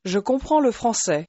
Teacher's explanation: although you're saying le français, the word le is very lightly pronounced